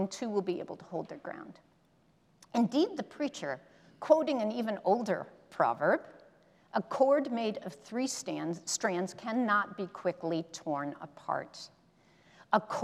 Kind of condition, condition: setting, large echoing room